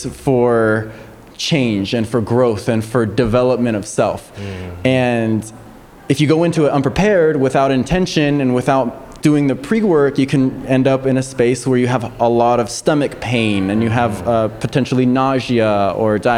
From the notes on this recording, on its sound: On this very special live episode recorded at Art of Consciousness, an Earth Day Celebration of Visionary Art, Music and Culture in San Antonio.